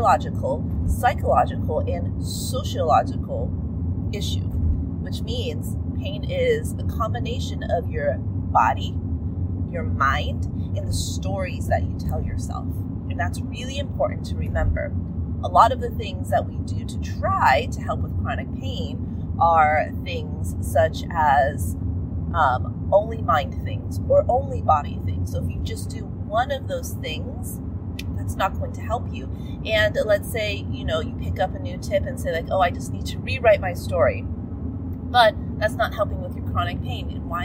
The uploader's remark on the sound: Sorry about the audio quality, recorded this in my car, and even though the road noise is loud.